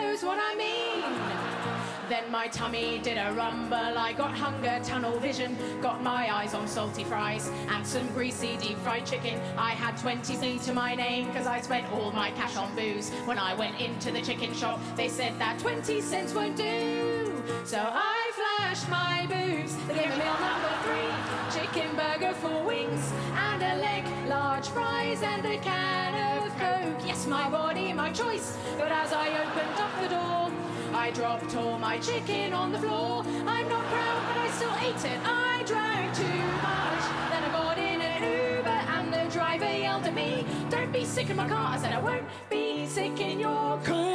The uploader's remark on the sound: 2019 Melbourne Comedy Festival Opening Night Comedy Allstars Supershow. Recorded on Wednesday 27 March at The Palais Theatre.